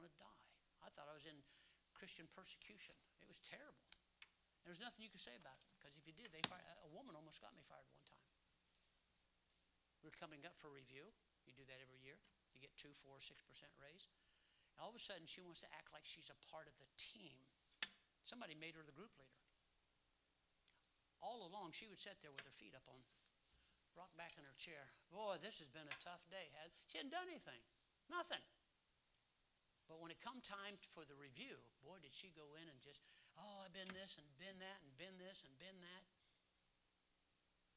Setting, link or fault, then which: setting, large echoing room